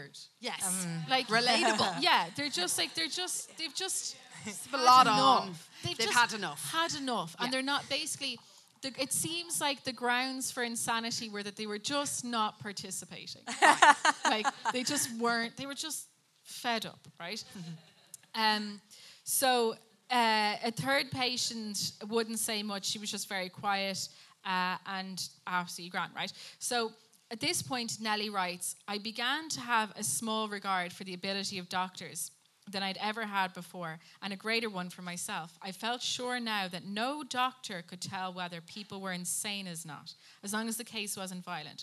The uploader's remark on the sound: LIVE at the lighthouse